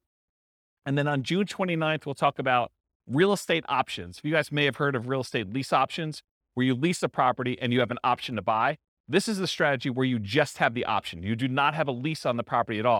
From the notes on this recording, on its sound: This was a live class recorded